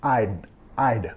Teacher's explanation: I'd like to buy it. I'd, nota acá la contracción, hay que pegar la D